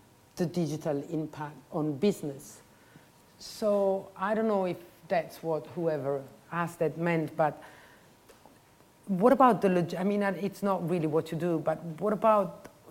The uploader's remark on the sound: The Università della Svizzera italiana and Université Paris 1 Panthéon-Sorbonne invited SHOWstudio Editor. The conversation takes place in front of an audience of students and members of the general public. ELab – eLearning Lab of USI – Università della Svizzera italiana.